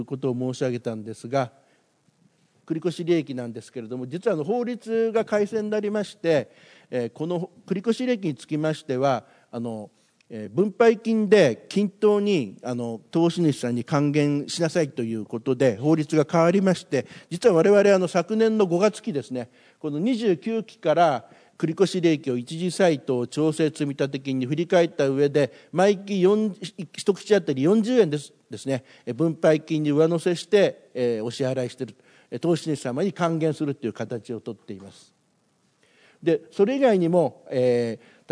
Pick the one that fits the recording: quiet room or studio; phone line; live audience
live audience